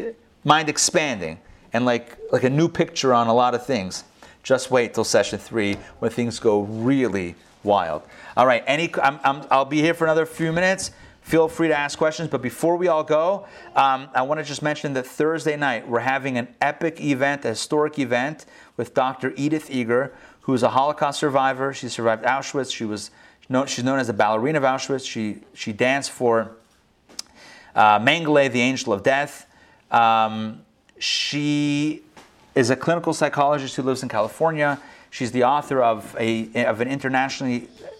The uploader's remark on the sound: Recorded live in Atlanta on August 17, 2020